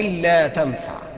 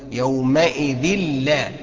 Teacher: بتدخل التنوين جوه اللام وبتنطق بلام خالصة بس من غير غنة، لان الراء واللام لا يغن معهم. · Term: ادغام